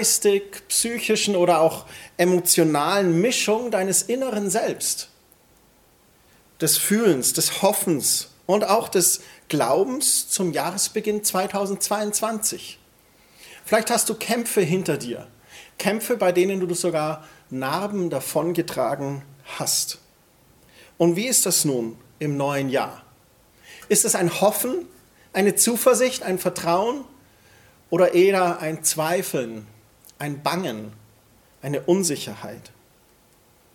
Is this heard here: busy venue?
no